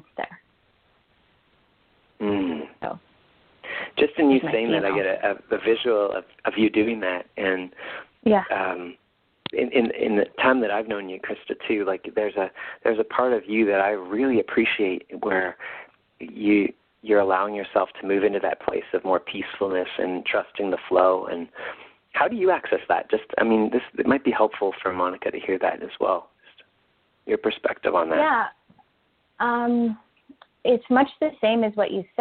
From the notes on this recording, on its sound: Call in radio show.